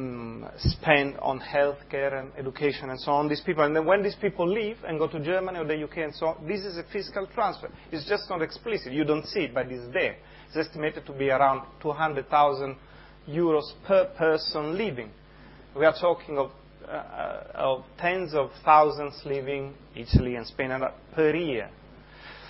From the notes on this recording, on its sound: This episode features a live recording. In conversation with a panel of experts.